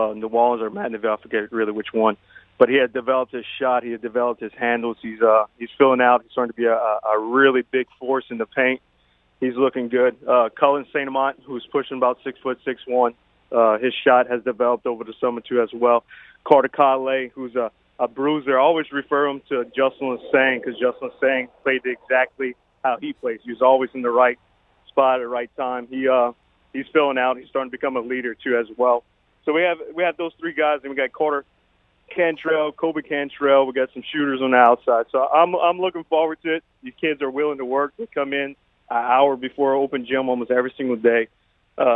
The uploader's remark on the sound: We then go to the phone lines